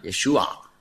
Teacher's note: Das ist ein Ayin. Das ist ein Kehllaut ganz tief da unten. Man benutzt den auch im Arabischen heute.